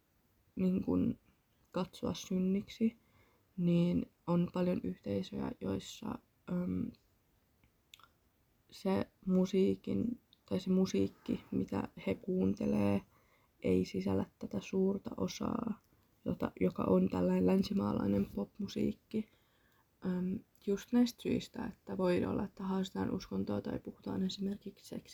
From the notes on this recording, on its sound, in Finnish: Pahoittelut hiljaisesta puheesta ja yleisesti mahdollisesta huonosta laadusta, tää oli varmaan 7 kerta ku äänitän tätä jaksoo ja sekin tapahtui hyvin myöhään yöllä.